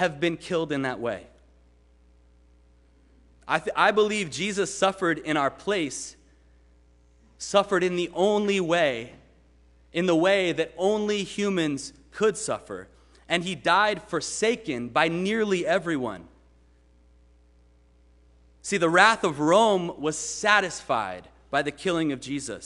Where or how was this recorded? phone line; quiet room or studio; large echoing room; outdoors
large echoing room